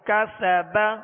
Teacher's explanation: کاف زبر کا سین زبر س کس با زبر با کسب کسب. سین میں سختی سیٹی کی آواز ہوگی اور اس کو باریک پڑھیں گے